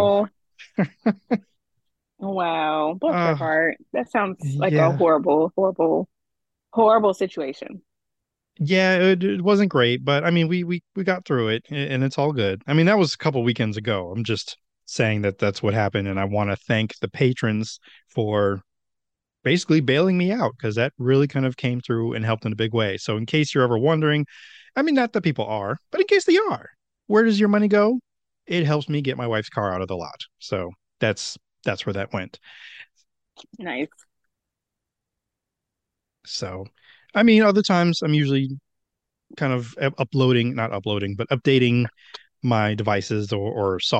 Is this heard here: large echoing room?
no